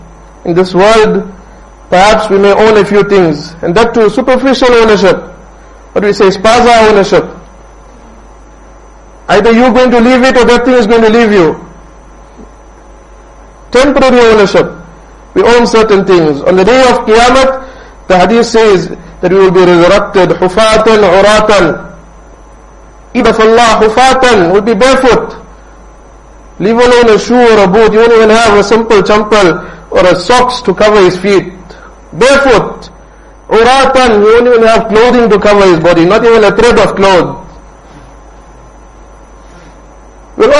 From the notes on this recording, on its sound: Jumuah lecture at Rockford Musalla